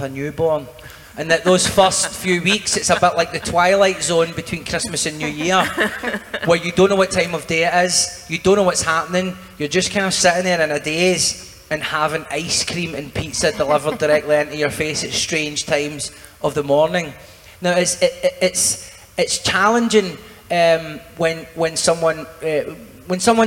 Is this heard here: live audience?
yes